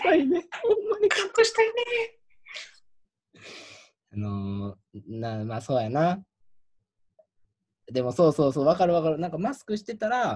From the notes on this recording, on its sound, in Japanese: 東京を舞台に活動する劇団、幻ノ國がお届けするラジオ。初のzoom画面収録ラジオ。